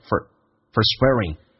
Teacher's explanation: For 不被强调，弱化成 F 加个儿化音